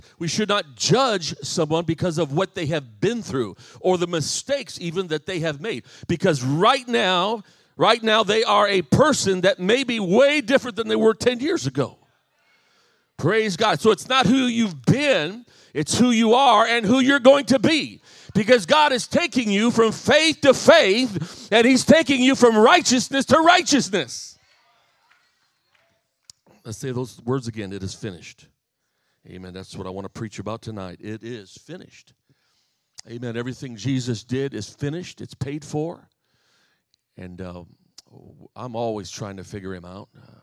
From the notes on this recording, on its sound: This message was recently preached at my home church, "The Pentecostal Church" of Harvey, IL.